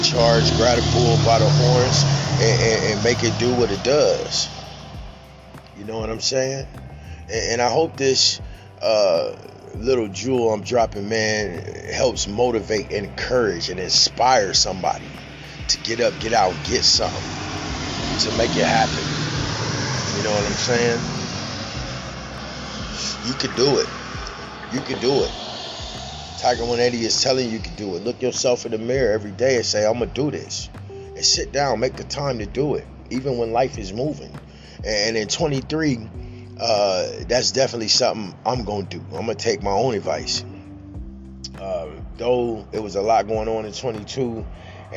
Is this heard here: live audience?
no